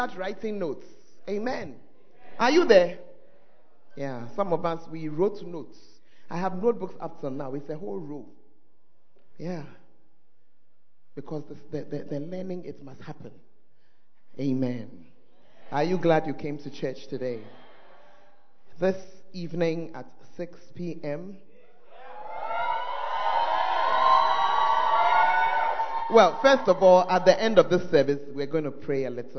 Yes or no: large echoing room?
yes